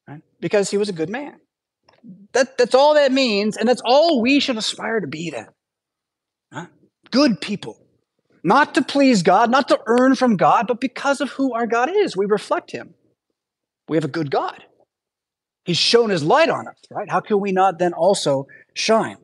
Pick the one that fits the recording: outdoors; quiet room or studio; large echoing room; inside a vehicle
large echoing room